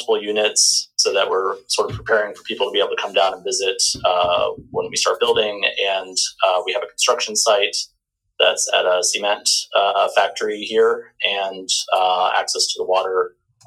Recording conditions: poor sound quality